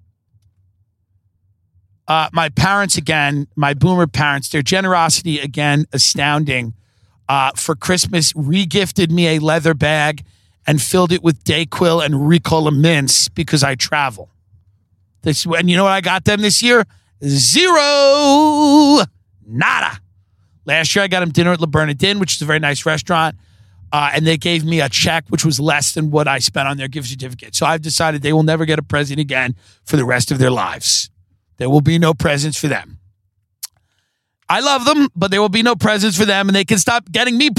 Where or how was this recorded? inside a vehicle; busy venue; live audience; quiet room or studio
inside a vehicle